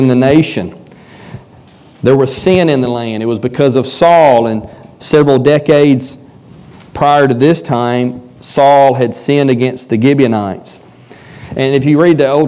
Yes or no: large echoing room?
yes